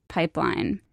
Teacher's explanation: her voice kind of creaks on the word pipeline? That's vocal fry.